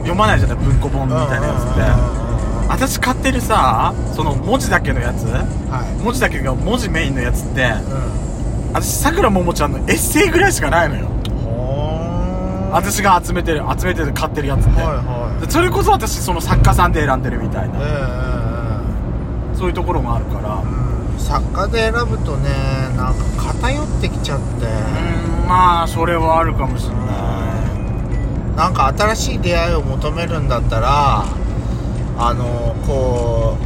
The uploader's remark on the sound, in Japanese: ドスドライブ収録。ロードノイズゴメンね。